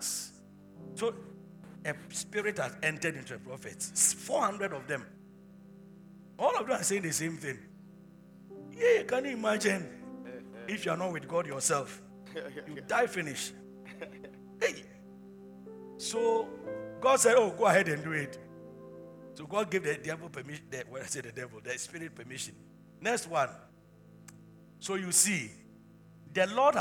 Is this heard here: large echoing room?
yes